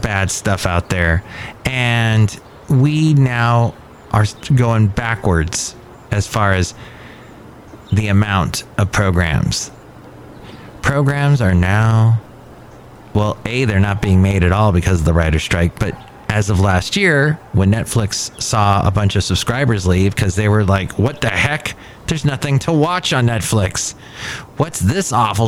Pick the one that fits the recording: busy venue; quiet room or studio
busy venue